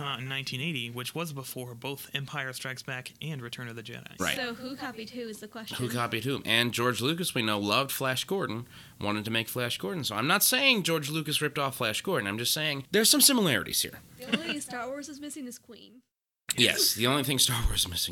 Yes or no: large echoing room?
no